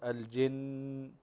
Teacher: النون مشددة فتغن بمقدار حركتين في الوقف والوصل. لما نقف على نقول الجن.